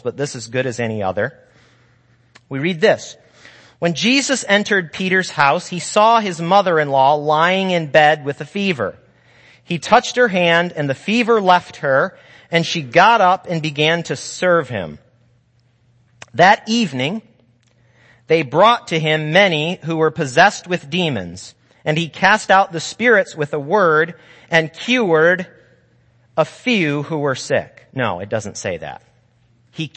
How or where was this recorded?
large echoing room